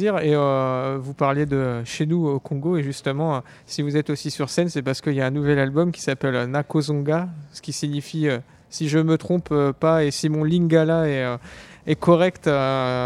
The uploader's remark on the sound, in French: Retrouvez ici les interviews réalisées sur notre plateau depuis le festival Terres du Son. Scène de l'écovillage.